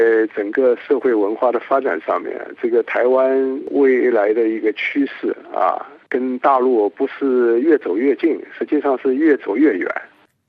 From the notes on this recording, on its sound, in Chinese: 本台连线采访了旅居美国的华裔学者